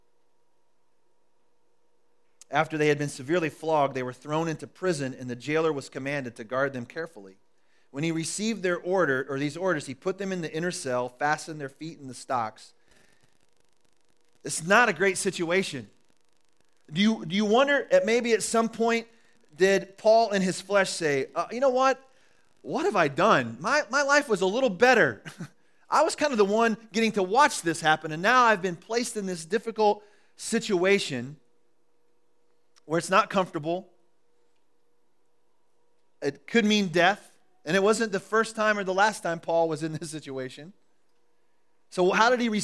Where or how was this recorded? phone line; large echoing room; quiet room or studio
large echoing room